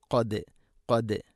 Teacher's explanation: ദാലിനെ ഖൽഖല ചെയ്യണം, ശരിക്കും അത് കേൾക്കണം, ഖദ് ഖദ്. അതേസമയം ഓതി പോകുമ്പോൾ ഖദ് സമി അല്ലാഹു എന്ന് ആവരുത്.